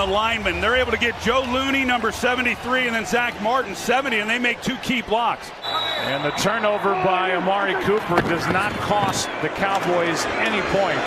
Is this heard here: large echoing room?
no